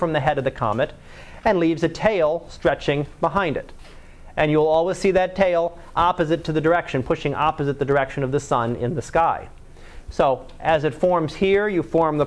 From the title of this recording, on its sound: Live Class Lecture